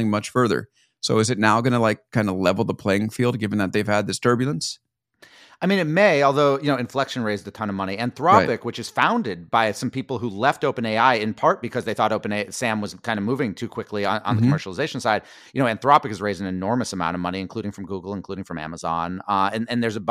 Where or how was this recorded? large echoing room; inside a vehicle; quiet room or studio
quiet room or studio